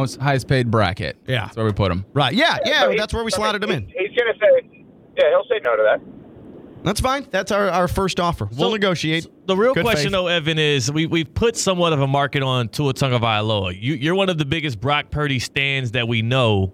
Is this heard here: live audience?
no